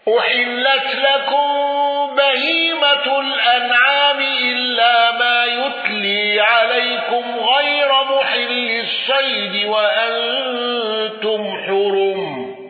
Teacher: قالون بسكون ميم الجمع واندرج معه من اندرج.